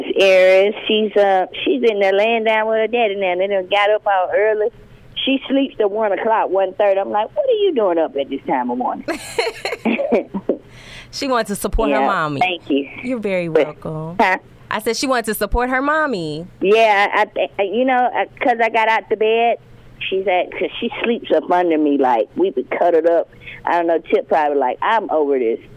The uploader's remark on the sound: called in to the "Midday Party"